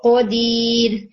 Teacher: تو جیسے واللہ قدیر، تو اس کو آپ نے قدیر قا کر کے نہیں پڑھنا، قا نہیں قو موٹا کر کے، یعنی منہ میں پریشر کو بھریے، زبان پیچھے سے اوپر اٹھائیں اور اس سے جو دباؤ بنے گا نا منہ میں اس آپ نے اس کا یہ خیال رکھنا ہے کہ وہ منہ سے باہر نہ جائے.